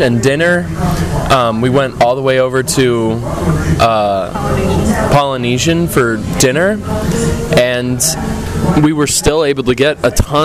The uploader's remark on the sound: We're "live" from the parks. Live From Walt Disney World 2022. We're checking in from Moonlight Magic in Disney's Hollywood Studios, Adventureland in The Magic Kingdom and Guardians of the Galaxy from EPCOT.